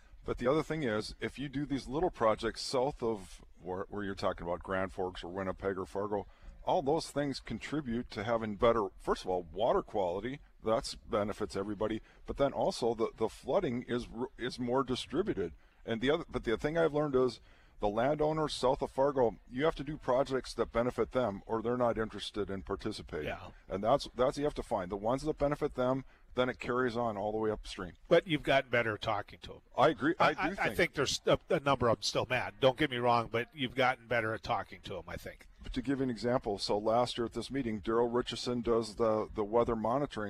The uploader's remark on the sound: Is broadcasting live from the 41st Annual Red River Basin Land & Water International Summit Conference with the Red River Basin Commission.